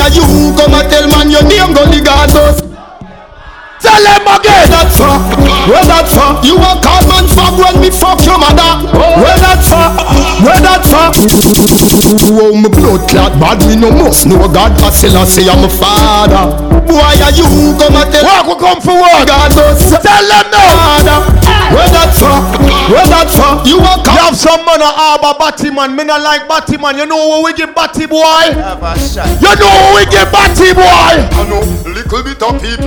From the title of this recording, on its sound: ARMYWEAR AFFAIR RICHMOND VA...01.21.2017 LIVE AUDIO